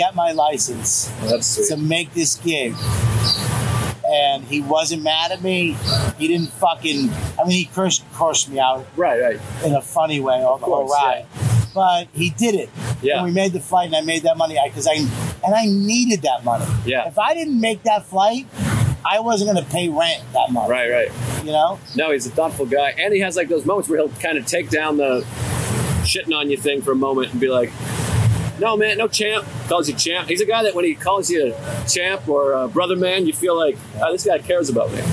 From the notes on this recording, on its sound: It’s an on location YKWD from Just For Laughs Montreal. Having an outdoor old school style episode.